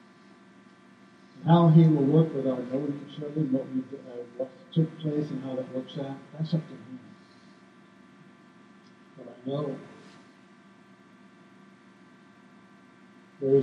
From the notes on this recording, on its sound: Downtown Church Of Christ Audio Sermon